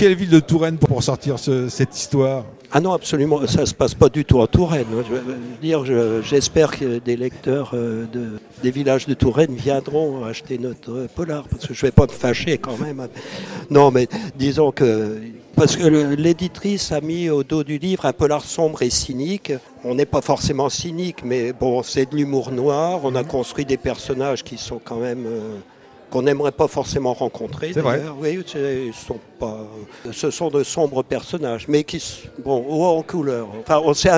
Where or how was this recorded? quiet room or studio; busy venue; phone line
busy venue